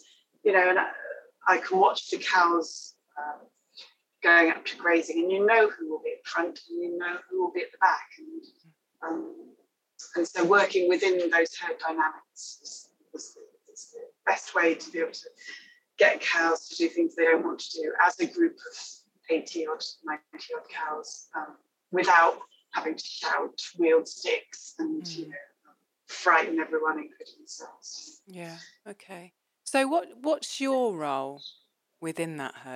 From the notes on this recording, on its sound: We had a technical glitch just before the episode started, so had to bring in IT back up. It means the recording is not as clear as it could be.